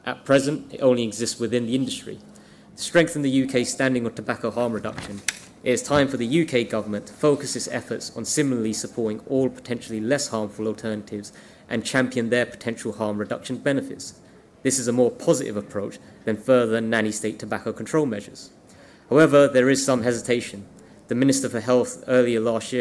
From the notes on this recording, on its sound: This is an audio version of the panel held by the Institute of Economic Affairs at Conservative Party Conference in 2023.